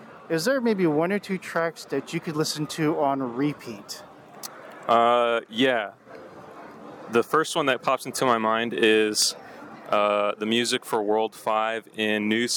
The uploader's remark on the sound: A couple of weekends ago, I attended the SoCal Gaming Expo. With a digital voice recorder in hand and some nerves of courage, I roamed the aisles of vendors and developers, searching for people to interview.